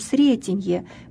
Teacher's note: эта вставка согласного «т», между звуками «с» и «р». Вот это как раз та самая эпентетика, которая закрепилась и в произношении, и на письме.